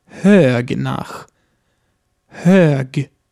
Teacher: wird auch das G am Ende eines Wortes als G und nicht wie im Deutschen als K gesprochen.